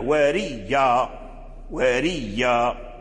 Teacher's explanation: أبدال الهمزة ياء وأدغمها في الياء الأصلية، فصارت ياء مشددة